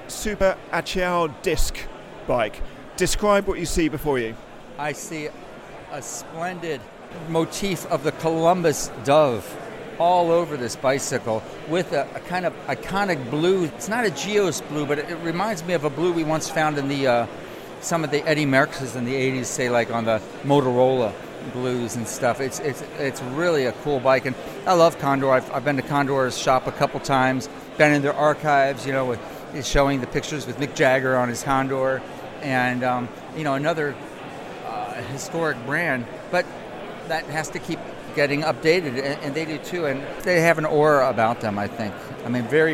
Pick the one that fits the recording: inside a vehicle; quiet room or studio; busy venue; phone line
busy venue